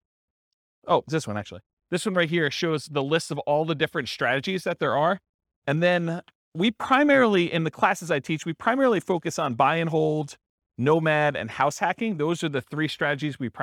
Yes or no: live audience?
yes